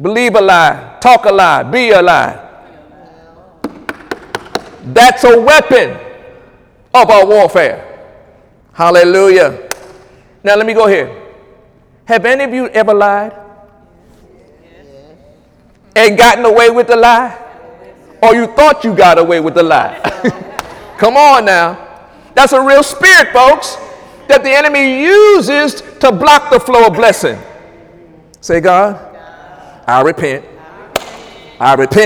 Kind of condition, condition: setting, large echoing room